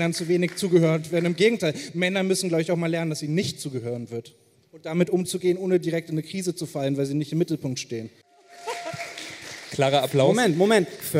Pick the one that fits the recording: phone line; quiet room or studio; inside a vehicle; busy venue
busy venue